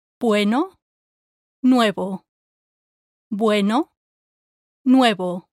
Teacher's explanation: The U in these two words is shorter than the E, but you still need to say it clearly